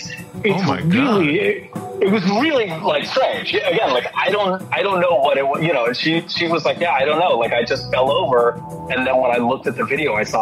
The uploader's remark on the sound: Joining us by telephone from New York is the author.